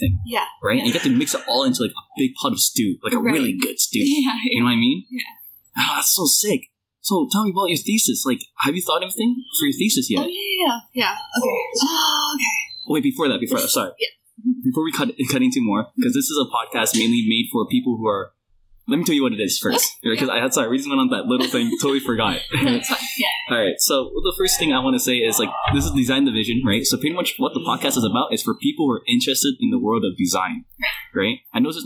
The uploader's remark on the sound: Super Sorry about the sound quality, we couldn't get a nice room so we just did it on a table in a study area.